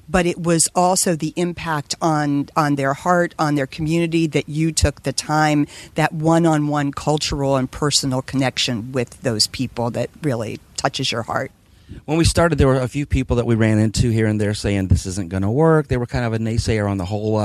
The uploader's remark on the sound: Live from Fathom Impact Cruise